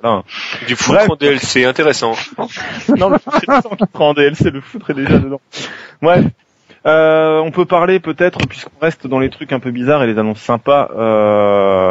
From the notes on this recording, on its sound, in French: C'est la tradition un peu partout de faire un épisode plus long, enregistré en direct sous le soleil, juste avant la coupure estivale.